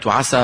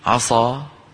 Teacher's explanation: فما غيرنا المخرج، فقط فخمنا السين تفخيم، غيرنا الصفة فتحولت الكلمة · Shown in: second take